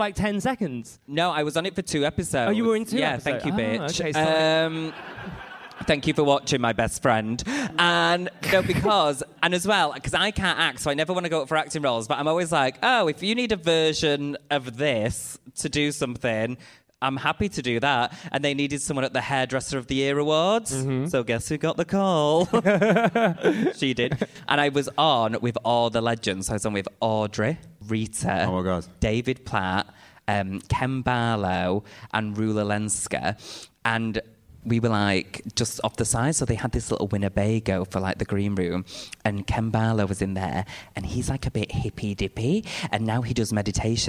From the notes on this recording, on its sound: Live in Manchester. Live from the Manchester Podcast Festival.